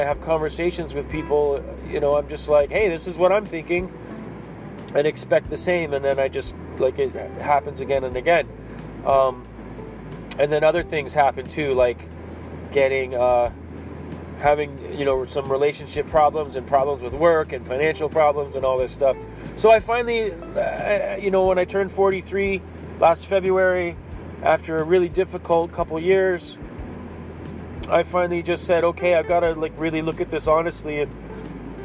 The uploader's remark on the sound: Driving and talking...